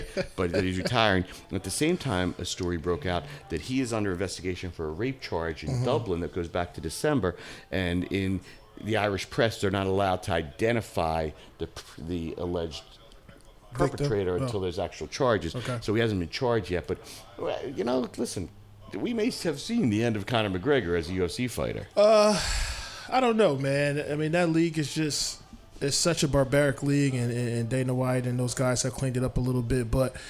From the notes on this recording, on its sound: Live from Somo SoPhi